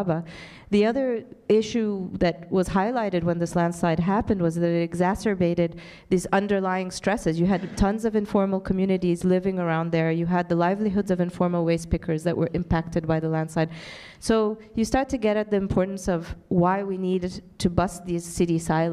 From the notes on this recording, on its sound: In this recording from their 2019 Global Development Forum session